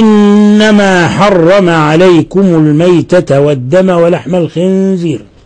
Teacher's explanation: قوله تعالى: إنما حرم عليكم الميتة والدم ولحم الخنزير. إنما نون مشددة، الحكم التجويدي حرف غنة مشدد، تعطى غنة مقدار حركتين